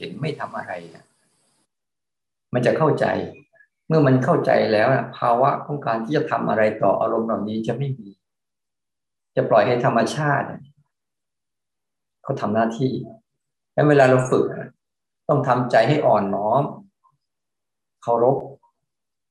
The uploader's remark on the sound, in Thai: เป็น 1 ใน 3 คอร์สออนไลน์ (ผ่านโปรแกรม Zoom)